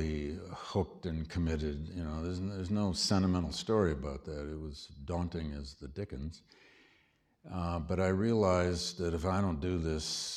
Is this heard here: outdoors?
no